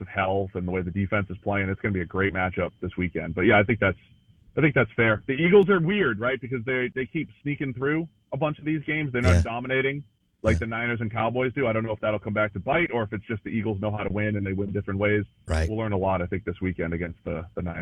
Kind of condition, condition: link, phone line